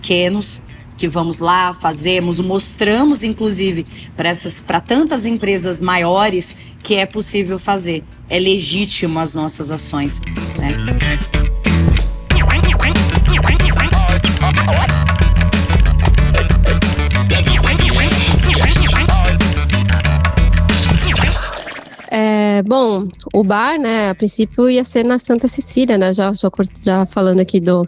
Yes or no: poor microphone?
no